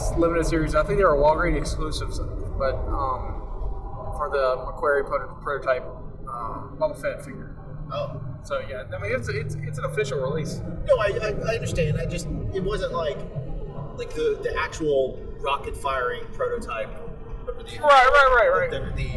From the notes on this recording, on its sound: Warning this was recorded live in a car and there was a little trouble with the recorder so the quality isn't as normal.